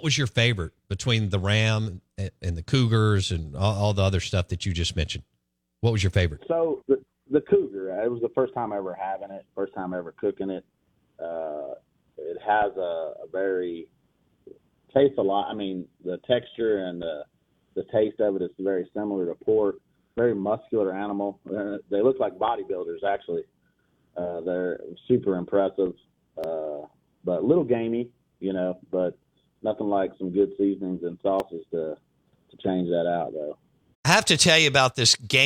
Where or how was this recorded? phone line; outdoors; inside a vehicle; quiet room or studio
phone line